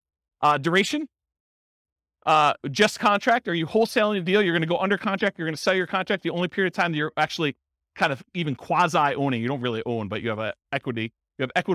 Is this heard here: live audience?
yes